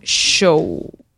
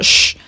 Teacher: Aquí dice, ya desde mediados del siglo XVI de la conquista de México, el castellano estaba perdiendo el sonido fricativo, prepalatal, sordo, sh, y en el siglo XVII se terminó por desaparecer.